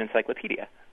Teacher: Every answer today is a word or name with the accented syllable P.